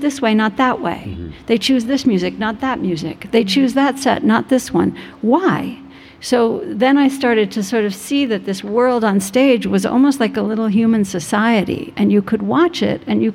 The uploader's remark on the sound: LIVE from the Vail Dance Festival